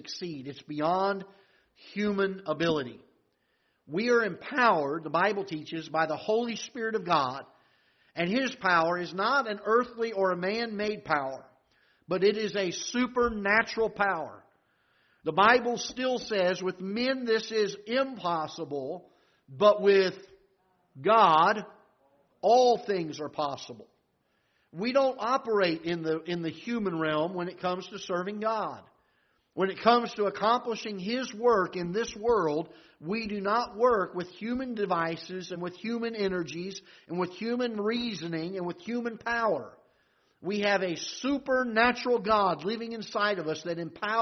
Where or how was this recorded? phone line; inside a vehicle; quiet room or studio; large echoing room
large echoing room